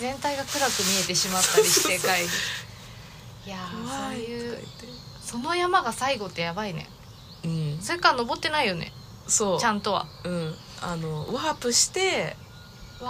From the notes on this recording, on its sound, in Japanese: 若杉山。山での収録と下山後のアフタートークを合わせて作っています。